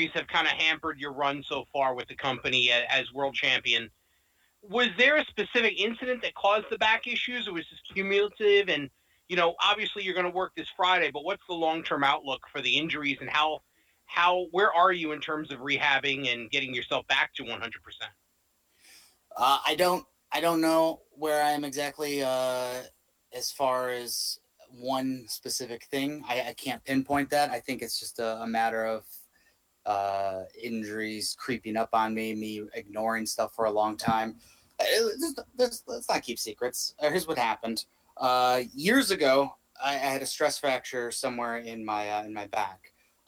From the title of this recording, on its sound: ROH Best In The World Media Call